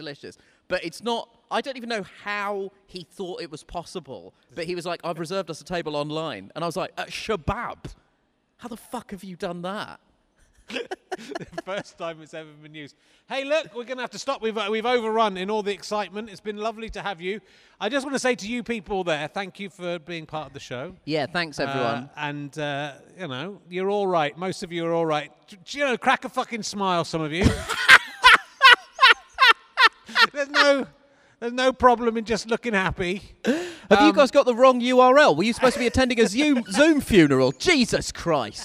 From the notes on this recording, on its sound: At the Clapham Grand in South London. A virtual audience are on the TV screen beside him. The socially distanced guest.